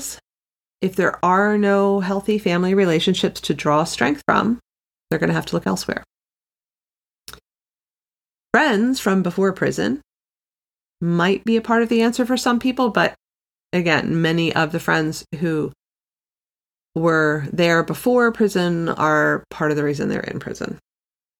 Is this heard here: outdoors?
no